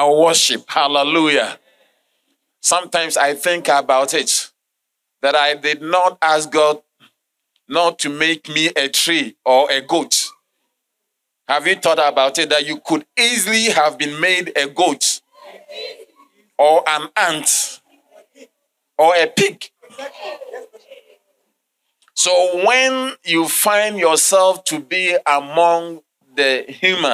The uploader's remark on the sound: Sermon delivered on Sunday, April 2, 2023, at LCI Mega-Church in Cape Town, South Africa.